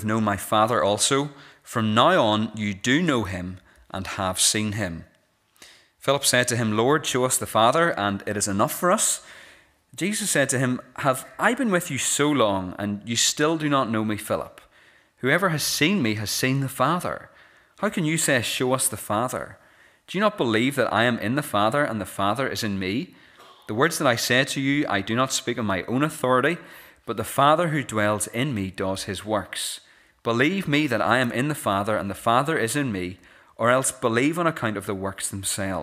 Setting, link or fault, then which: setting, large echoing room